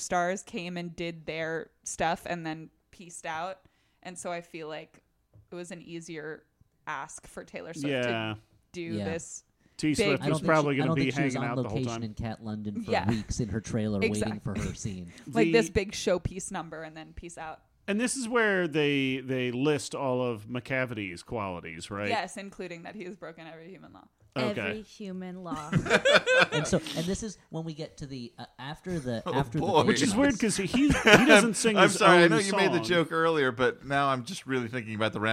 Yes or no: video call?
no